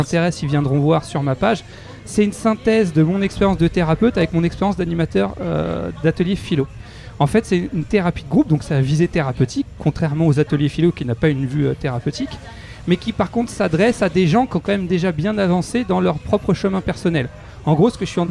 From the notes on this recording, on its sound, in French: Live au Take Away. En plus l'émission est en mode micro ouvert donc on est pas à l'abri que des auditeurs ou de parfaits inconnus viennent papoter avec nous ! Restaurant où nous avons enregistrés cette émission.